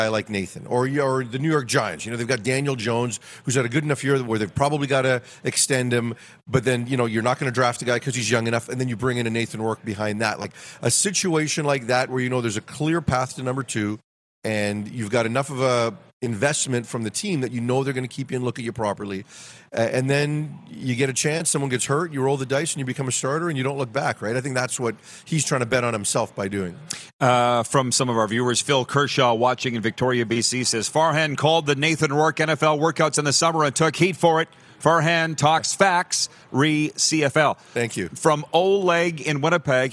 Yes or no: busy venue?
yes